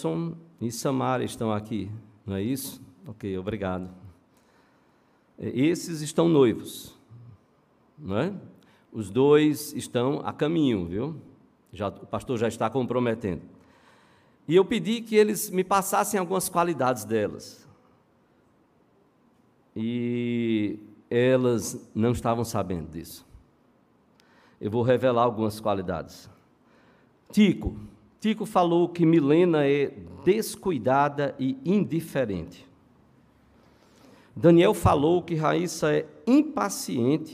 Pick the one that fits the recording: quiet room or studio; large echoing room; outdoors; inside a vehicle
large echoing room